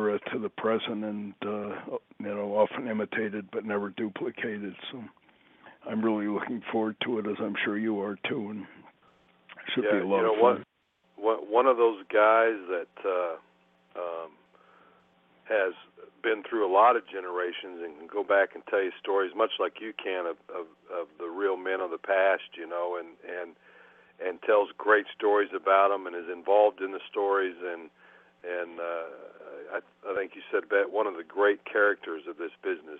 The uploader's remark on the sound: scheduled to call in and tell their tales